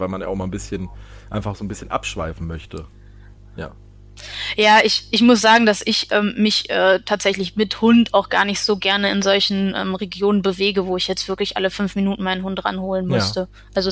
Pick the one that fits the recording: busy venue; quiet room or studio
quiet room or studio